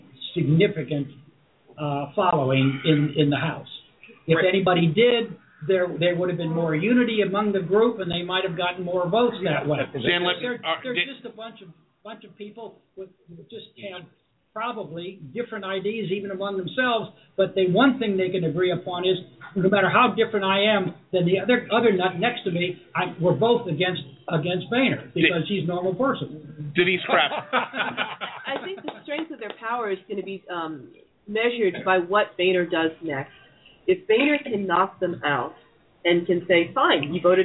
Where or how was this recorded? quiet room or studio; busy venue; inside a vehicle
busy venue